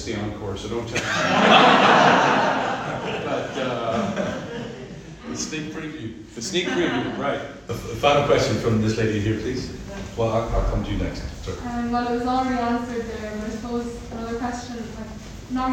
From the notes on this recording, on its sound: The audio was recorded by the NCH. There are also insightful questions from the audience.